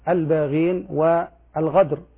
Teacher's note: نعود أيها الإخوة إلى حديثنا عن الأخطاء التي يقع فيها البعض عند نطقهم لحرف القاف والكاف. قلنا بعض الناس ينطق القاف غينا